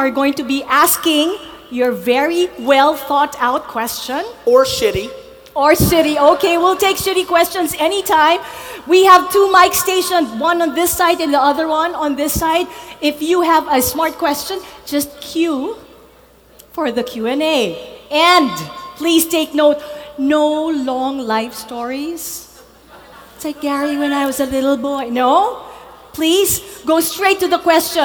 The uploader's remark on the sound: Success Resources 2018 Manilla, Philippines | A Keynote.